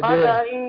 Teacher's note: بقدر الدال مخففة مرققة بقدر مش بقضى بقدر وأنزلنا من السماء ماء بقدر فأسكناه في الأرض